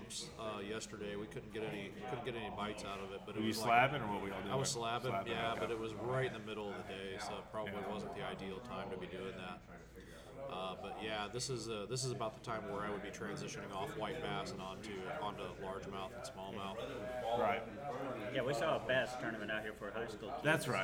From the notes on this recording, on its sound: live stream episode on location at a Cross Water Outfitters fishing ministry event